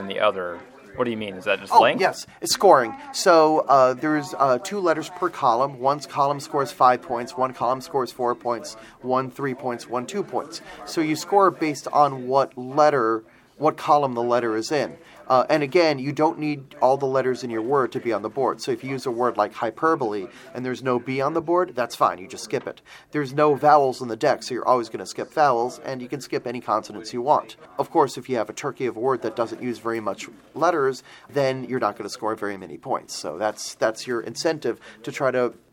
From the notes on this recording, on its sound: Recorded live at BBG.con 2016 in Dallas, TX.